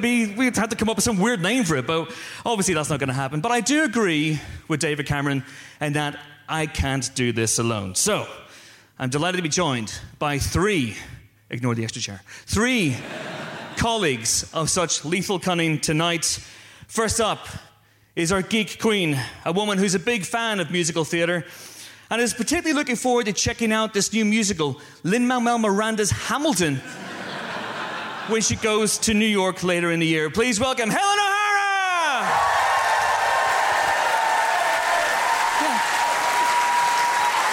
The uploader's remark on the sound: Live From The London Podcast Festival. This week's episode is a live show. Recorded as part of the London Podcast Festival, this typically raucous live show.